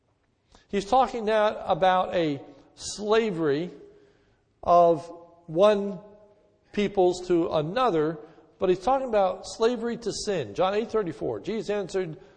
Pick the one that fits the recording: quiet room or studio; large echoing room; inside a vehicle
large echoing room